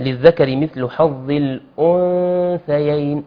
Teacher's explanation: يبقى انا عندي اخفاء هنا النون. نعم. عند حرف الثاء